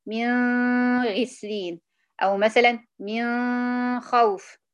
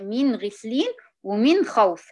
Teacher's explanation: كله بيظهر النون الساكنة عند الغين والخاء · Shown in: second take